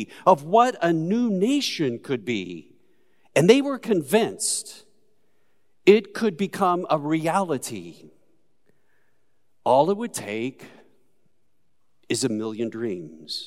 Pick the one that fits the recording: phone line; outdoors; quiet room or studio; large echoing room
large echoing room